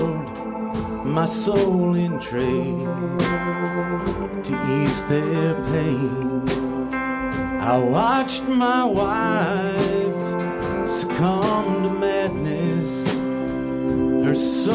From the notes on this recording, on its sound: Live from the Monroe County History Center on November 10th